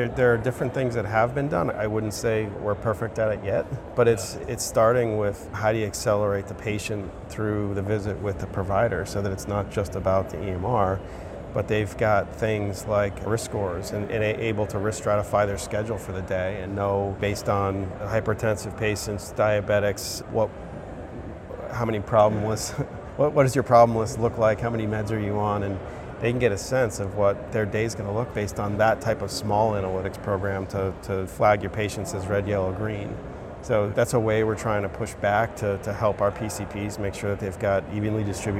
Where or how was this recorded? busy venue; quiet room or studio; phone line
busy venue